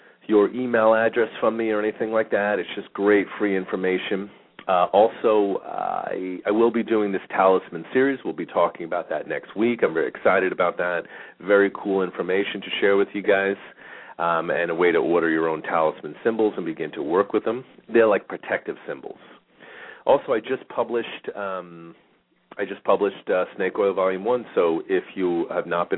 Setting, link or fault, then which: link, phone line